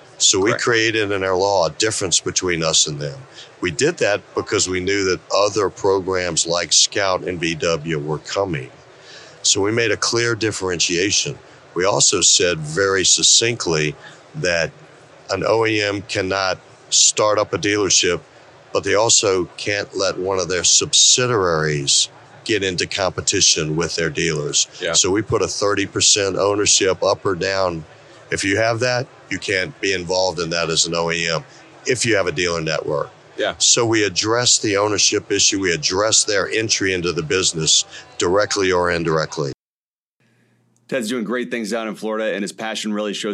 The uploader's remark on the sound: Connected from the NADA Show Floor! A few weeks ago at NADA, we had 11 great conversations in our booth on the show floor with people from different parts of the automotive industry.